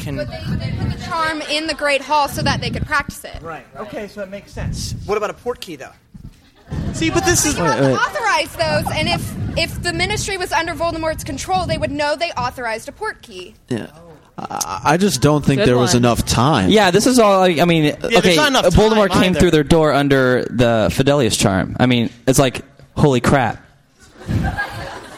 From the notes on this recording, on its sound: Live From Portus! MuggleCast is live from Dallas, Texas this week! Questions from the audience.